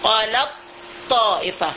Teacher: Sudah baca to kita qalat taifah, dan kita bacakan tasjid di to itu. Jadi ta ini hilang, sehilang-hilangnya, tidak ada lagi anu bedanya · Term: mutajanis